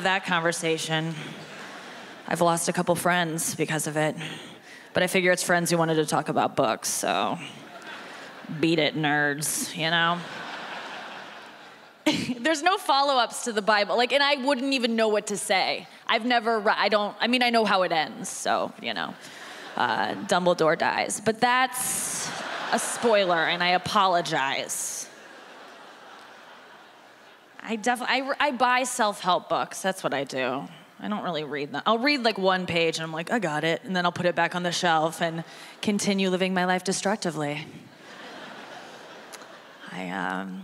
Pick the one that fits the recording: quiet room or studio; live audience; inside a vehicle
live audience